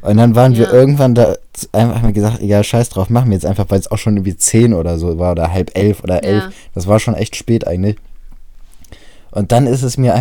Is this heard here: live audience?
no